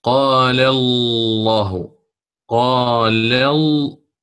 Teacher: ويصاحب اللام المفخمة تقعر في وسط اللسان. نقول مثلا قال الله، قال ال، عندما نقول اللام لفظ الجلالة الله هكذا، يكون هناك تقعر في وسط اللسان مع تضيق، أو مع تضيق عفوا، في ماذا؟